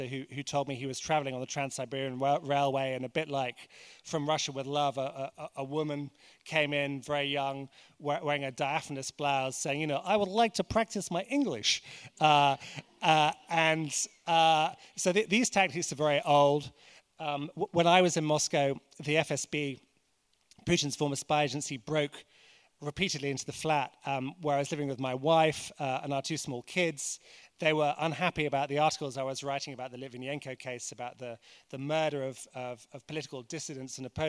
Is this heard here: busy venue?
yes